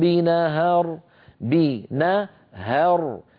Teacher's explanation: الهاء مرققة لكن الراء اللي بعدها مفخمة